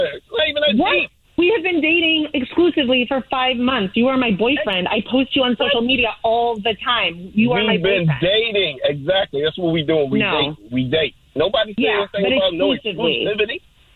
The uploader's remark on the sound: There is a woman on the phone who thinks her husband is cheating on her.